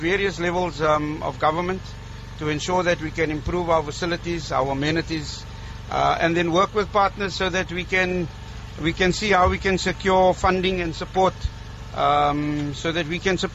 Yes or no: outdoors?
yes